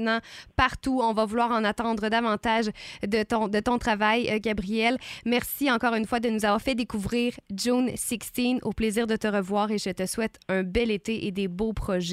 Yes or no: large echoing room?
no